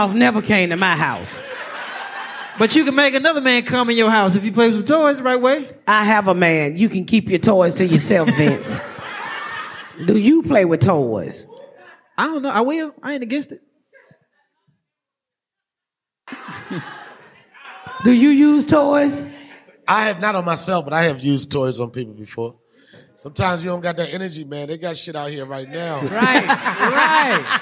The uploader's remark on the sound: Recap Live. Joining us live on the stage.